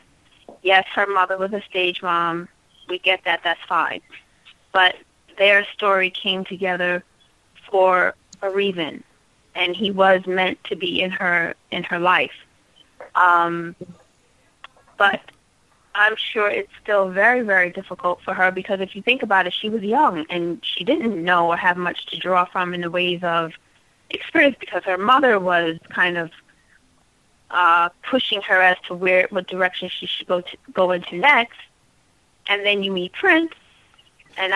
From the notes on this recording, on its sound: Listener Phone Calls. We open up the phone lines and get you the listeners to weigh.